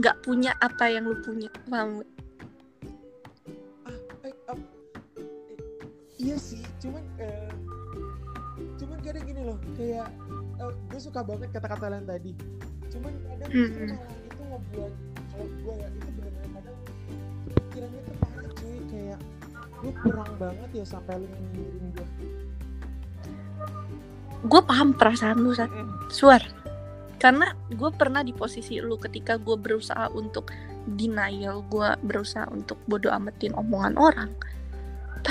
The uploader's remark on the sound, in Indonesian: Maaf apabila suara gw yang sangat kecil karna kerusakan pada mic yang baru gw sadari